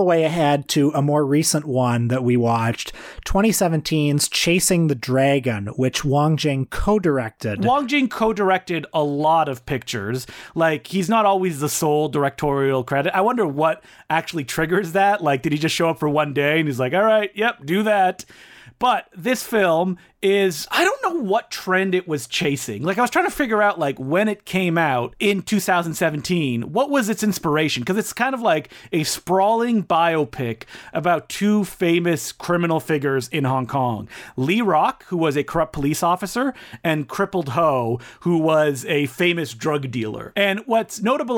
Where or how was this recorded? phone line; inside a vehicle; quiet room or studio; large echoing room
quiet room or studio